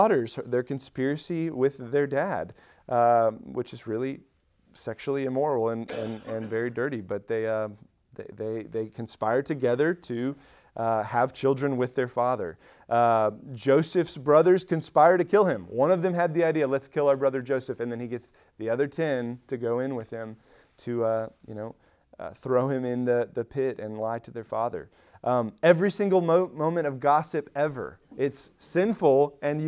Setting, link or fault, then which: setting, large echoing room